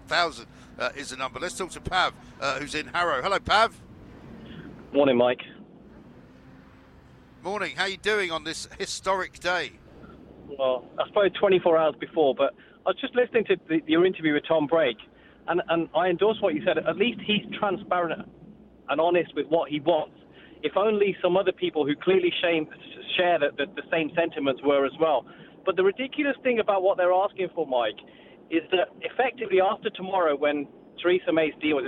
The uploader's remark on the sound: We're live from College Green